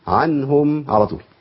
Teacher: طالما النون عليها علامة السكون يبقى لازم أظهر النون بدون غنة طويلة